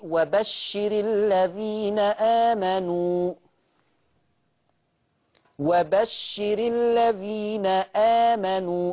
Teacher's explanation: شوف أنا متعمد أتك على الهمزة، الهمزة دي محققة صح بتاعت آمنوا · Term: تحقيق الهمزة